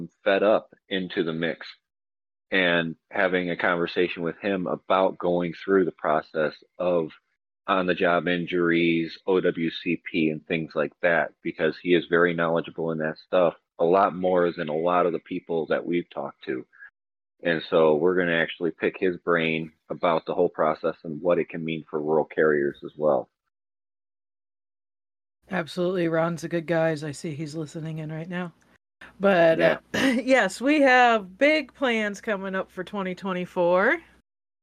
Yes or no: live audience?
no